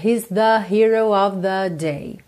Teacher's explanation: o … canta esse the, mais puxado para um ozinho.